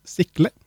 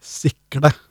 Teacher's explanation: uttales med vår kjære, kjære venn retroflex-flapp · Shown in: second take